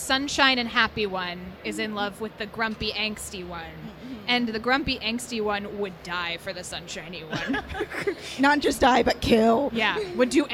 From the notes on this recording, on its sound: A Panel at FanExpo Boston 2022. For both the opportunity and the live recording!